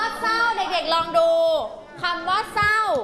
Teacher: ถึงแม้ว่าจะมีพยัญชนะต้น2ตัวแต่เด็กๆระวังจะโดนหลอกเพราะว่าเขาเป็นคำควบไม่แท้ออกเสียงพยัญชนะต้นตัวแรกเท่านั้น